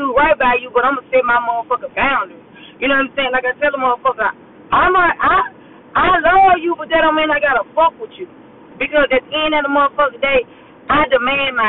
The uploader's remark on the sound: Excuse the yo and down sound I was driving to work